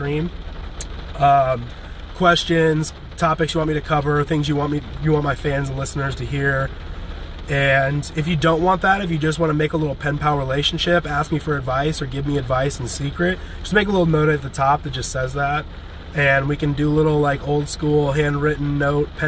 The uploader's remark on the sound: This is a livestream recorded on Instagram from my "home" in a parking lot in Brentwood, Tennessee.